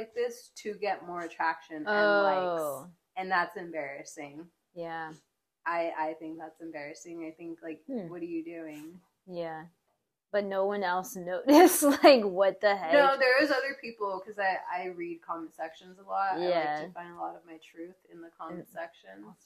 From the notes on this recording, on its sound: I know I sound far from the mic.